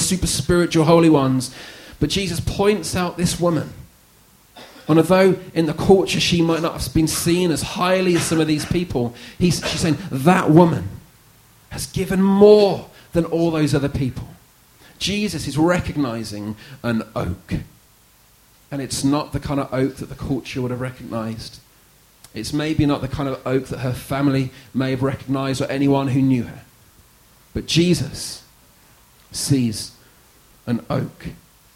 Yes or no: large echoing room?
yes